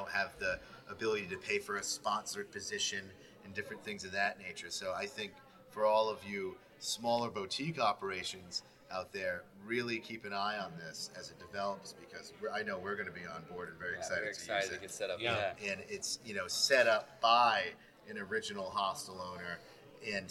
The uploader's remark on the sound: At The American Hostel Conference